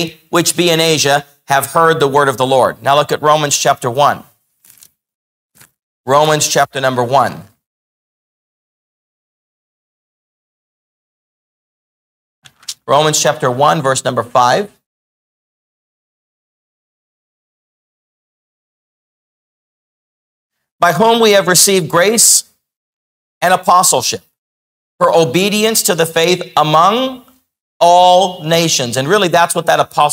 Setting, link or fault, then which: setting, large echoing room